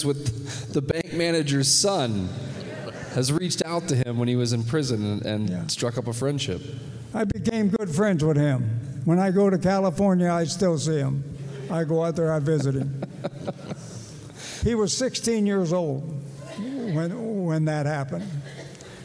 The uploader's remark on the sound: live recording of 2/9/24